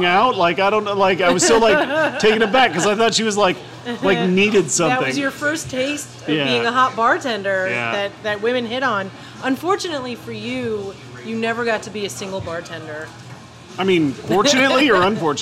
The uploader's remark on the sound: T's the last night of indoor bar service in NYC for a while. At Hinterlands Bar.